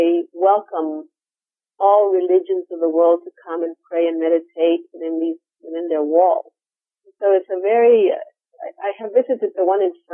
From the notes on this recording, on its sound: I apologize for the sound quality of the interview, the phone connection was not very good.